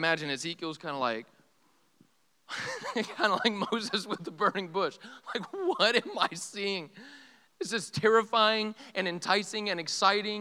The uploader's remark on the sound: This sermon is from our EPIC retreat